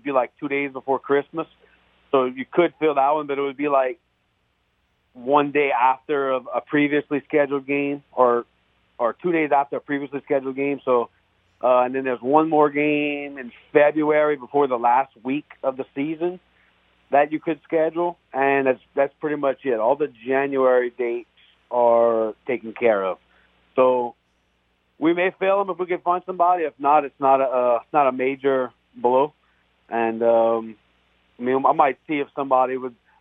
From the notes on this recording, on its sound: We then go to the phone lines